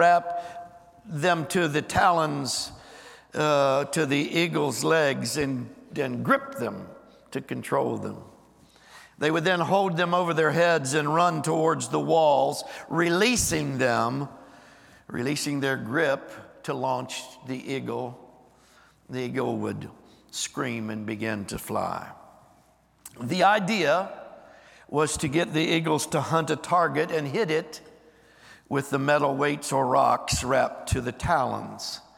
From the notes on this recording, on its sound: Recorded live on 11/12/23.